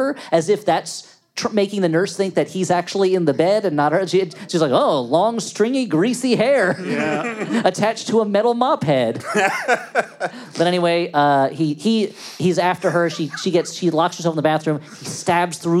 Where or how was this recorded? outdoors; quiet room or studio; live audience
live audience